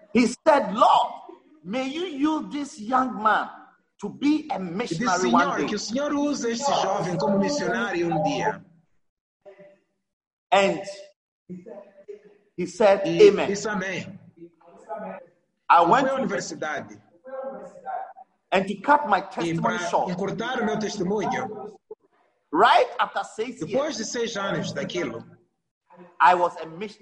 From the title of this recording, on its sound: ZOOM SERVICE